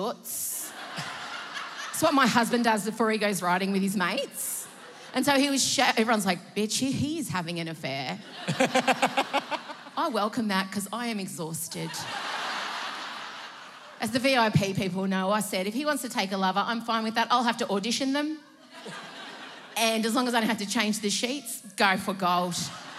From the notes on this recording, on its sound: Live from Sydney. Recorded live on stage at the Enmore Theatre in Sydney. In front of an audience of encouraging Emsolators.